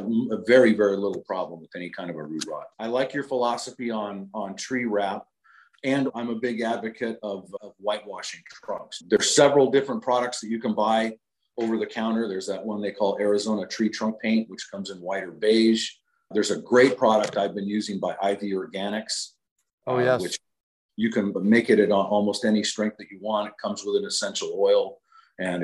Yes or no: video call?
yes